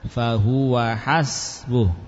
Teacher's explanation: Wawunya juga pendek. Langsung pindah ke ha.